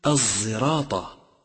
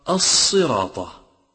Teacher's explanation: الصاد المشمة صوت الزاي · Shown in: first take · مثل الزراطة، وهي تقرأ بهذا الشكل في قراءة حمزة، أما على قراءة حفص فتقرأ الصراطة.